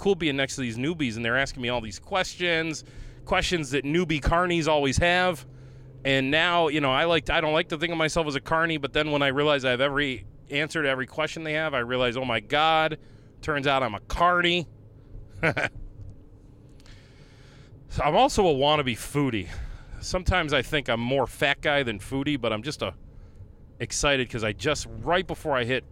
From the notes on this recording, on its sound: leaving the Naples Grape Festival as he records this one